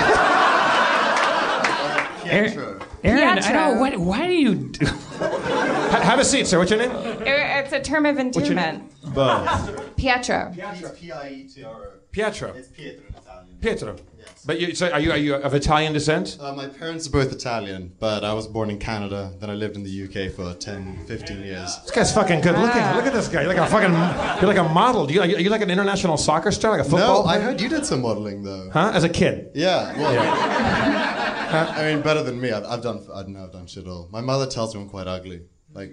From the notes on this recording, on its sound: Discover a Belgian fan in the audience, but when a Londoner from the crowd.